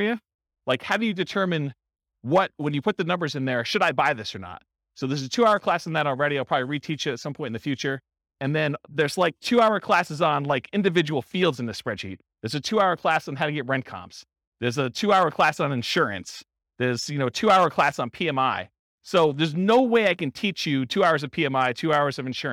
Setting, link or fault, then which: setting, live audience